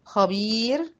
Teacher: الراء اللي هقف عليها دي هتبقى ساكنة وفيها توسط